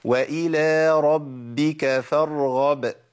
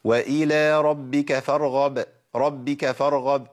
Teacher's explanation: الباء المشددة لابد من نطق باءين، باء ساكنة وباء ايه؟ متحركة · Shown in: first take · رب بي رب بيك، بس انضبطت.